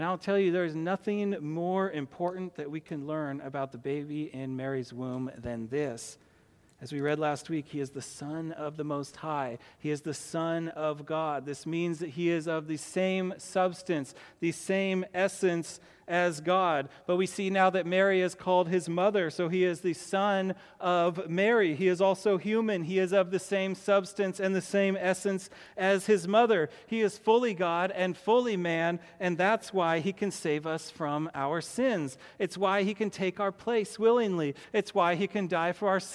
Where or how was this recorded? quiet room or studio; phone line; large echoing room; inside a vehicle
large echoing room